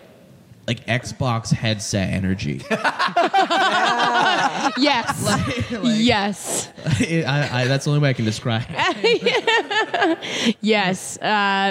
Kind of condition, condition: setting, live audience